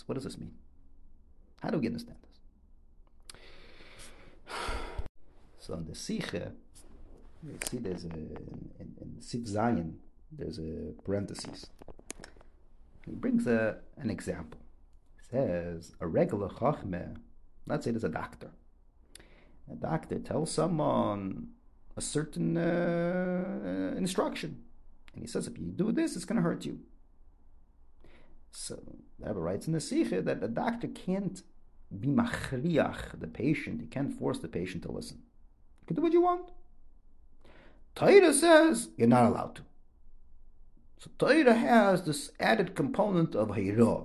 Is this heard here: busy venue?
no